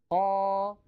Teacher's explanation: نشأت من تطويل فتحة قا، إذن طولت فتحة قا فنشأ حرف الألف · Term: المد الطبيعي